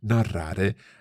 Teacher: with a good rolled R there, a double R first